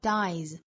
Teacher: 那后面加了 s 读 dies,清清浊浊的规律，尾部发浊辅音